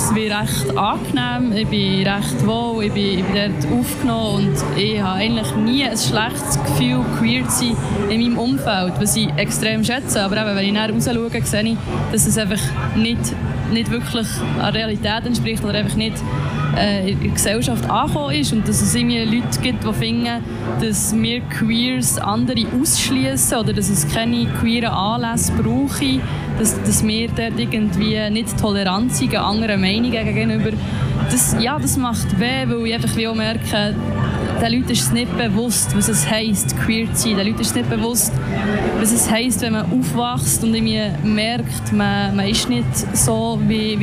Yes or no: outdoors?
yes